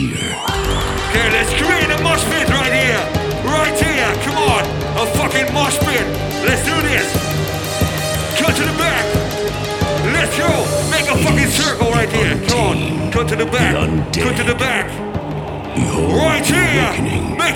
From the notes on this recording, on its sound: Event at AFAS Live in Amsterdam on December 2nd, 2017. Live at Creed of Chaos.